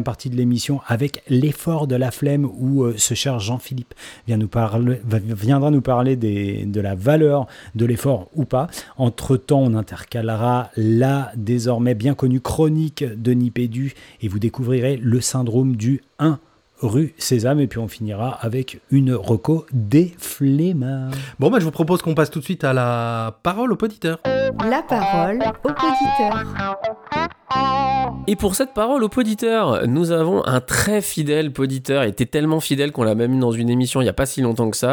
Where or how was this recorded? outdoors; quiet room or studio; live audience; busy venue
quiet room or studio